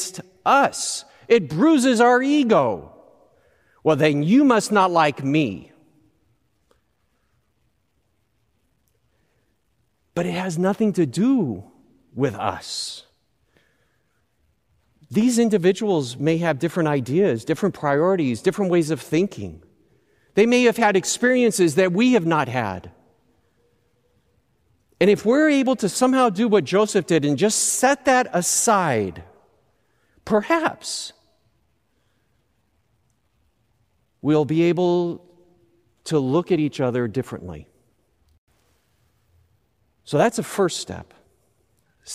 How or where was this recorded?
large echoing room